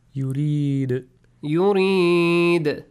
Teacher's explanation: Echo the sound of dal because it changes to a sakin dal.